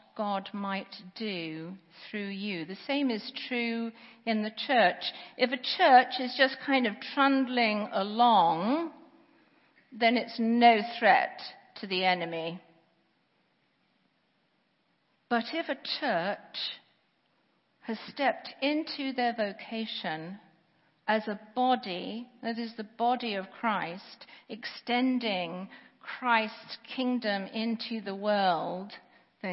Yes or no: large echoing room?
yes